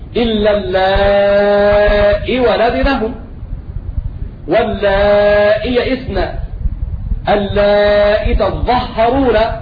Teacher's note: قرأوا بتحقيق الهمز مع حذف الياء